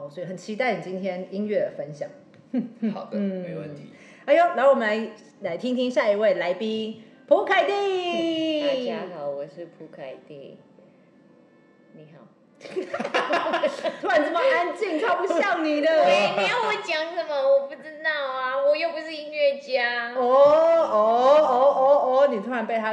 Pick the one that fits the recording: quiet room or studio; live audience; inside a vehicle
live audience